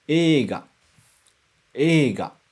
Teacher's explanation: Mas a gente não vai pronunciar o I, só estica o E.